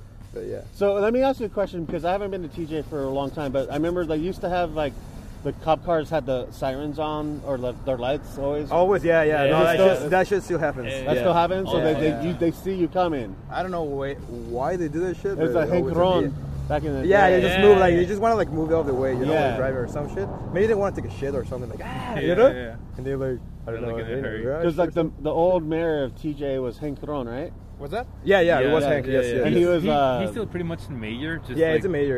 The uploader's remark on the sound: I had my digital recorder with me. We recorded this in the Tower Bar parking lot.